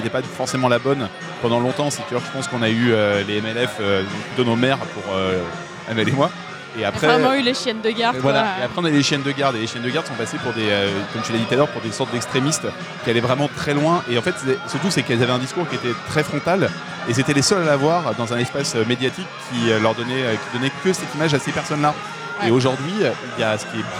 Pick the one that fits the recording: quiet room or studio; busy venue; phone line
busy venue